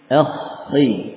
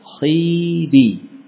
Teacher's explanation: Saat masih suaranya masih bertumpu di bagian ujung tenggorokan, ya, itulah saat di mana kha yang mau di kasrah ya masih ada sifat tafkhimnya